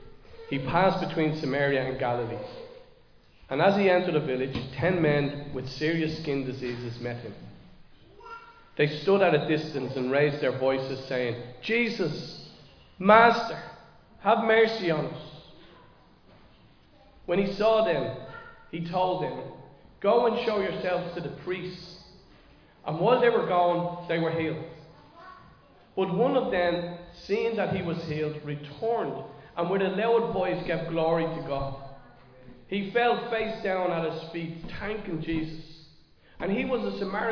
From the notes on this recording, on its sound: Recorded live in Liberty Church